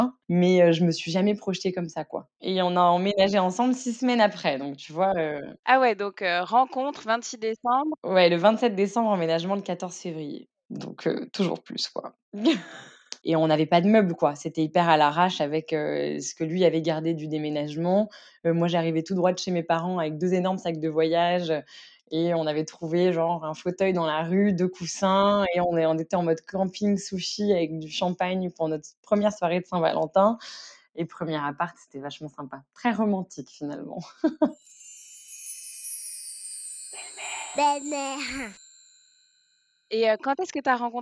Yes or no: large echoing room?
no